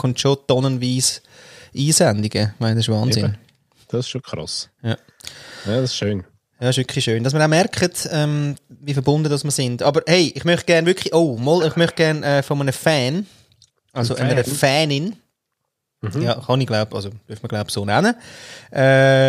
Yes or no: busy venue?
no